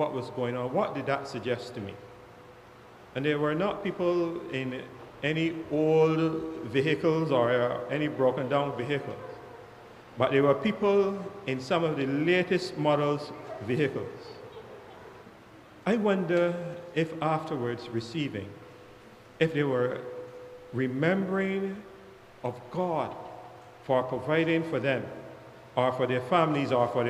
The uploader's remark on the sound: KeepItLoud Crew Live with St. John's Episcopal Church Service - 25th Sunday after Pentecost U.S.V.I.